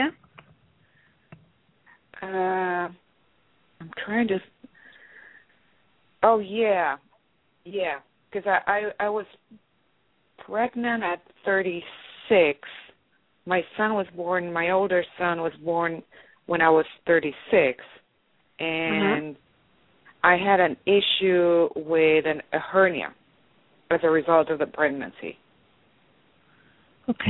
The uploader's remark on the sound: Takes your calls for healing live today!